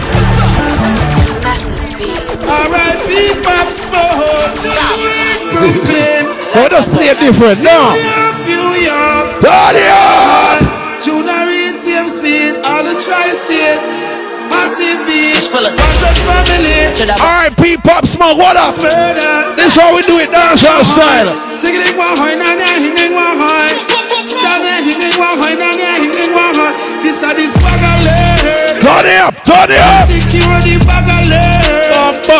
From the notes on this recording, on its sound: Birthday Bash Live Audio (… Shellings)